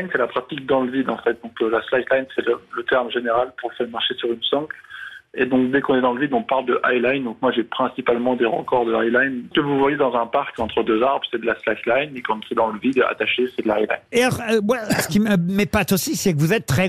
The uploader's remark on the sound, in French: Les Grosses Têtes ont eu au téléphone ce génie de l'équilibre.